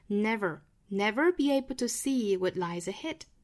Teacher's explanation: 这个 never,注意卷舌